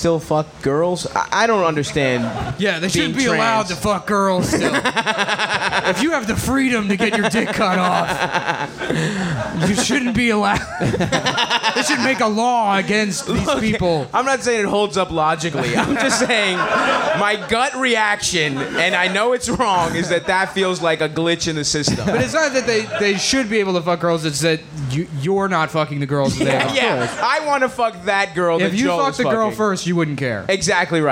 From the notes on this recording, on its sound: Cum Town Live at Skankfest (Live Show)